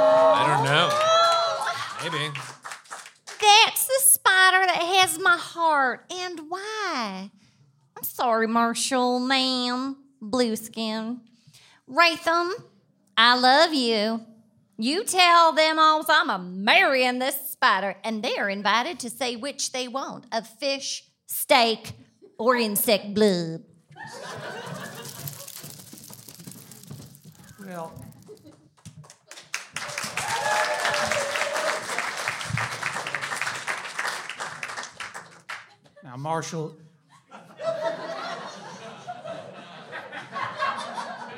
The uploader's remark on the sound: LIVE! Sparks Nevada, Marshal on Mars. SF Sketchfest 2020.